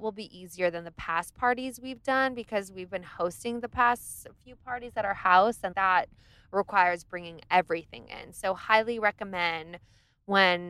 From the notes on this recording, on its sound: POD'ING IN THE CAR! Recorded in the car!